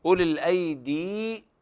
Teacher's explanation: أولي الأيدي هنا بيان ذات الياء وإشباع الحركة إلى حركتين حتى يتمكن المد الطبيعي